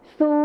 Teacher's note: ในภาษาไทยมาตรฐานก็จะใช้ชอช้างเหมือนกันนะครับและส่วนในภาษาไทยถิ่นอีสานนะครับก็จะใช้ซอโซ่นั่นเองครับ